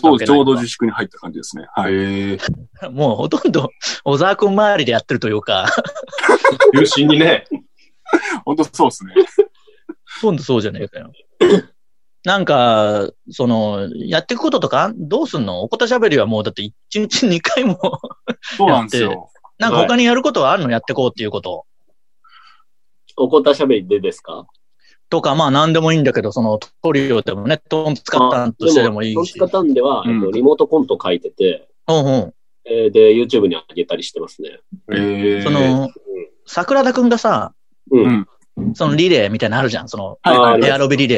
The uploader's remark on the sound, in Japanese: リモートコラボ回